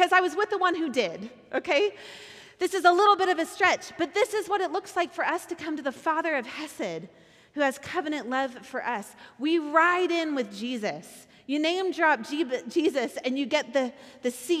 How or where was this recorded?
live audience